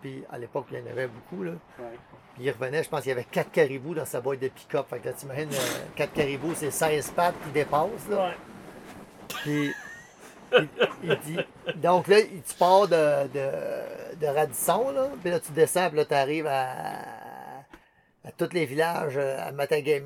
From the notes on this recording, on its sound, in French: Le soir d’une journée où ils ont abattu un orignal, en Gaspésie. Ça s’est produit une journée de forte tempête de pluie, en septembre 2020, et le bruit de fond que vous entendez à l’occasion est la pluie et le vent qui souffle sur la tente d’explorateur, dans laquelle ils ont séjourné, à la merci des éléments, au fond de la forêt québécoise.